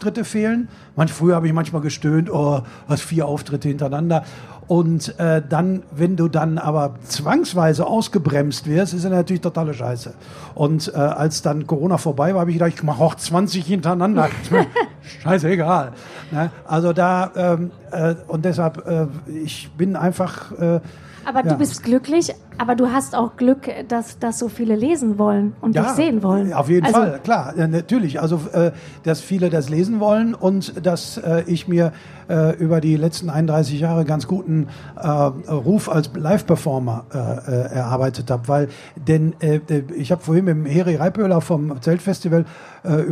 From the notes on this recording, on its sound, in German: Live vom ZFR.